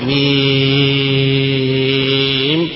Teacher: تمد هذا الحرف ست حركات مدا طويلة، والحركة مقدار ما تقبض صبع واحد أصبع واحد بقدر ما تقبضه بهذه الحركة.